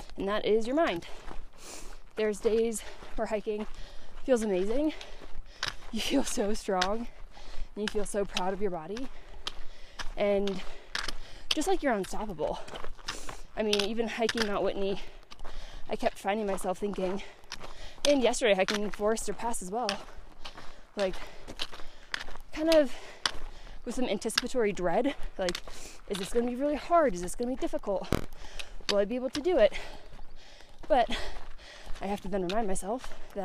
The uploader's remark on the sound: decided to do a solo pod while hiking!